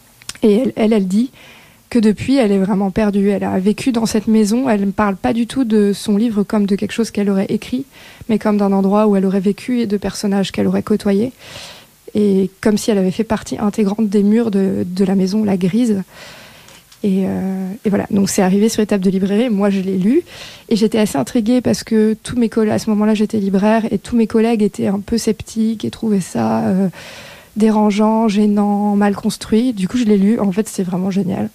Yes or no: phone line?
yes